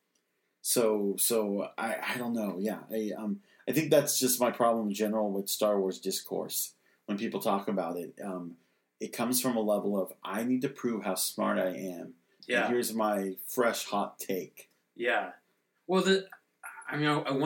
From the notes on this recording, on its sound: Sorry for the not-so-good audio this round. Take a drink each time you hear a plane.